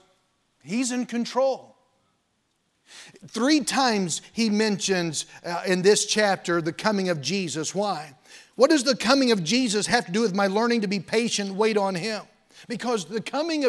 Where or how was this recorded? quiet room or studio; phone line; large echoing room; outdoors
large echoing room